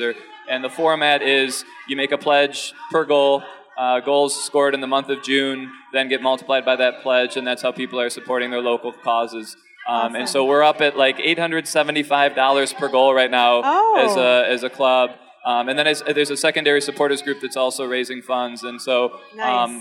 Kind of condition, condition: setting, live audience